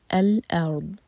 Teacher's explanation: جب پڑھیں الارض تو او ساؤنڈ نہیں آئے گا، حمزہ لائٹ لیٹر ہے، ا اور پھر رو ساکن ہیوی ارض، اور پھر دود پر یہ تھوڑا سا ٹائم دیں گے تاکہ دود کا مخرج ٹھیک آئے زبان کے سائڈ سے.